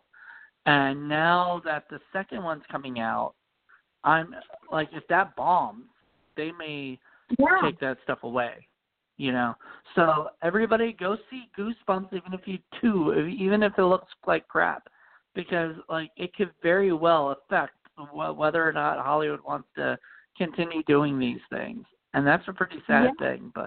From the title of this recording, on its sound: The October Call In Show